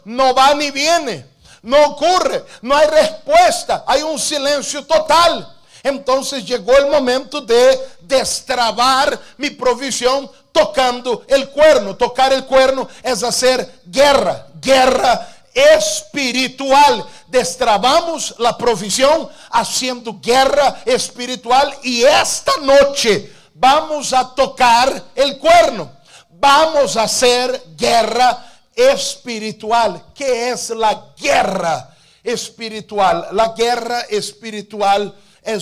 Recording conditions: large echoing room